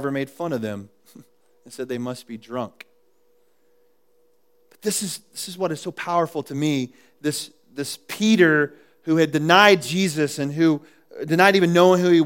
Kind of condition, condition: setting, large echoing room